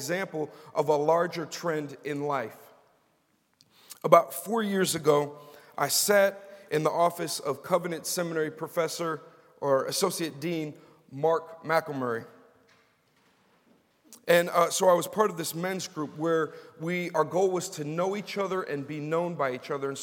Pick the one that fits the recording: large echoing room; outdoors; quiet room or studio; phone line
large echoing room